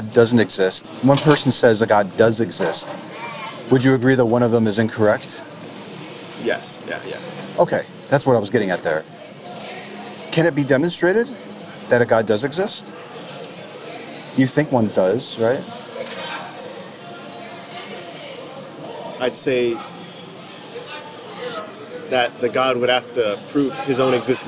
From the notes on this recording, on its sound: Location: San Antonio, Texas. Recorded w/Go-Pro. Edited w/PowerDirector.